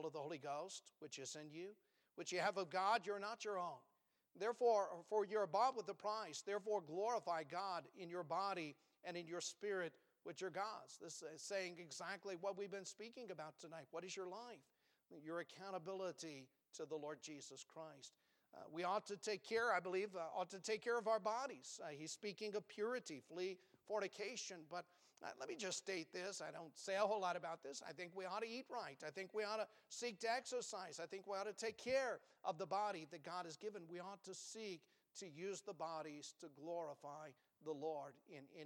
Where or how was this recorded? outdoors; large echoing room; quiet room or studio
large echoing room